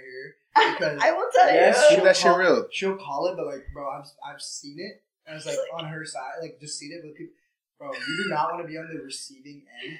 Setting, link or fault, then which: fault, poor sound quality